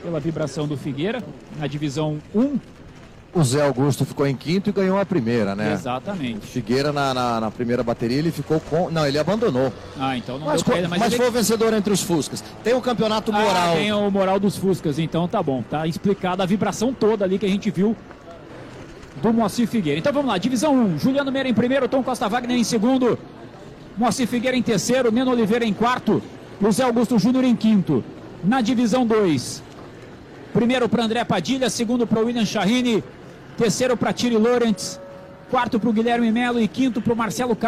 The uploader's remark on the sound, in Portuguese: Transmissão AO VIVO da 2ª Etapa 2022 (corrida 2), da Gold Classic, direto do Autódromo Velocitta (SP).